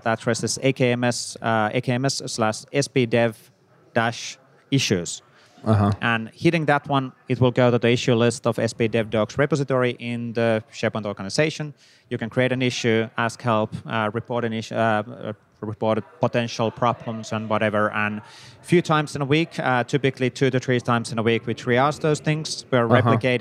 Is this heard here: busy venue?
yes